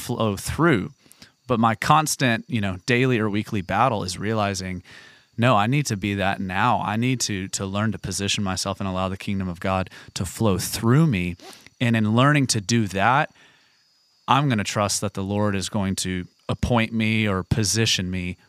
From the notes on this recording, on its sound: In the jungle of Talamanca, Costa Rica. We literally recorded the podcast in the middle of the jungle.